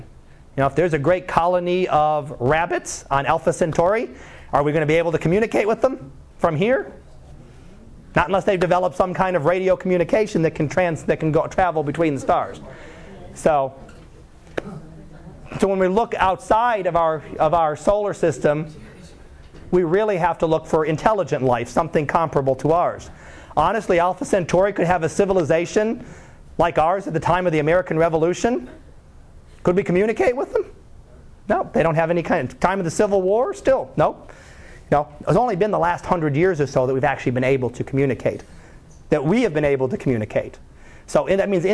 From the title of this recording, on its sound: Live Class Lecture